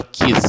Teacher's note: Se você quiser, você pode colocar a sua mão na garganta enquanto pronuncia a palavra. Você vai sentir a vibração no começo da palavra, mas o S do final, kiss, não tem som. · Term: unvoiced